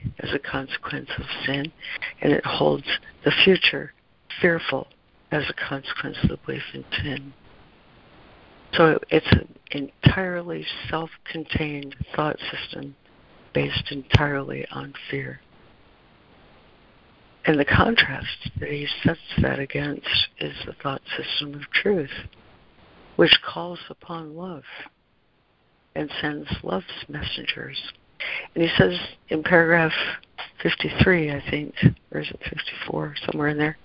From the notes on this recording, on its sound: ACIM Daily Conference Call